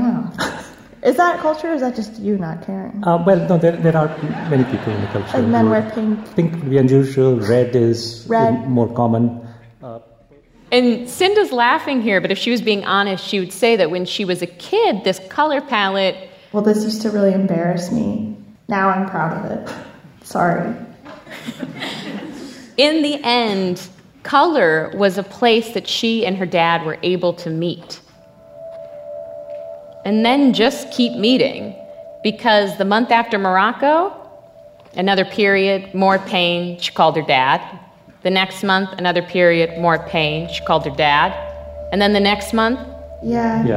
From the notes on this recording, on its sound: An edited down version of a Gonads Live show. "Sex Ed" is an edited* recording of a live event hosted by Radiolab at the Skirball Center in New York City on May 16, 2018.